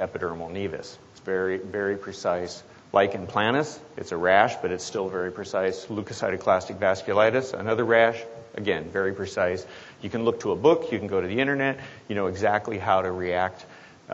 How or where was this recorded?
live audience